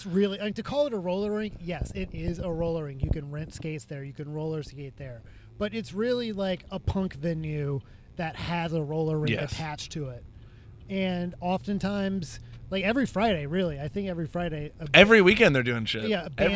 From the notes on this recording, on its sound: The first half of this episode was recorded on the way to an open mic at a roller rink. The second half was on our way back.